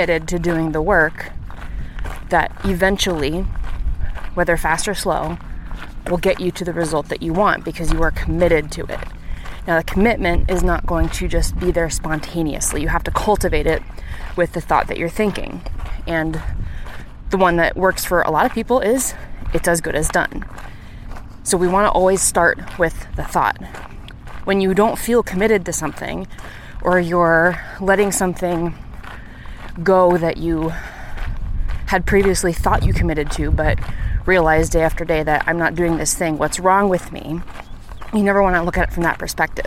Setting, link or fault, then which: fault, background noise